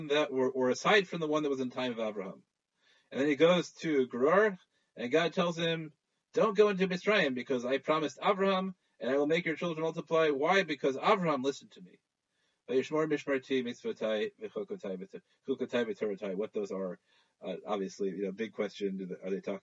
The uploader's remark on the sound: ZOOM Shiur